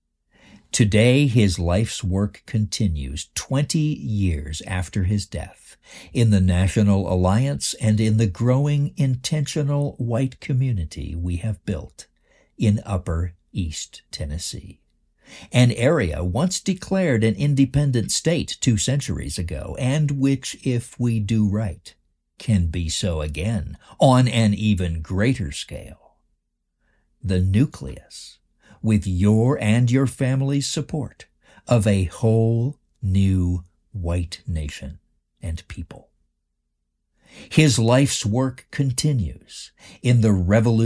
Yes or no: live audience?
no